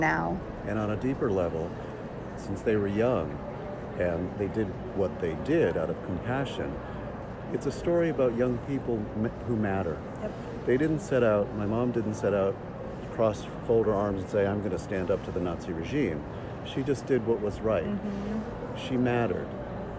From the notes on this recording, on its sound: Interview was recorded in person at 2020 PLA in Nashville, TN, in February 2020.